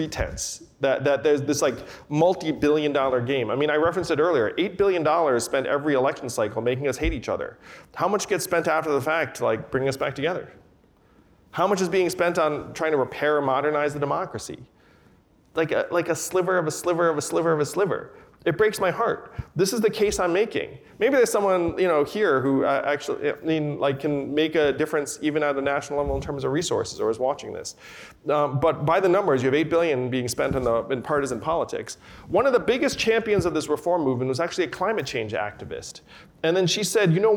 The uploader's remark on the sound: We listen in on a conversation with the entrepreneur-turned-politician. Conversation from the Crosscut Ideas Festival.